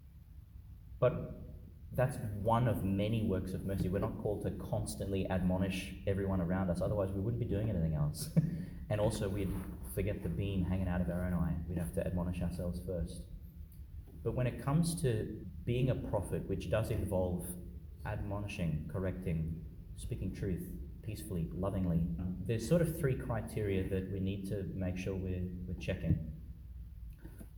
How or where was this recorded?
large echoing room